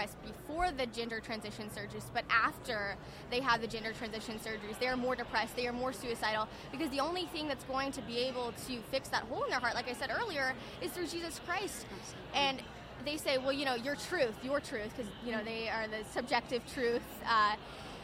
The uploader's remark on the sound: The Unity Project What’s UP? Podcast at AmFest